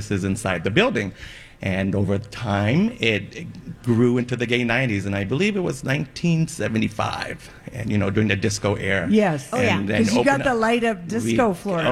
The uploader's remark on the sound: Live from Gay 90s